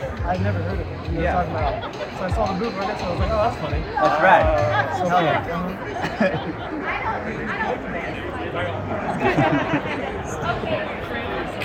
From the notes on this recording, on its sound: two days of San Diego Comic-Con, two different teams live streamed from the Mega64 booth.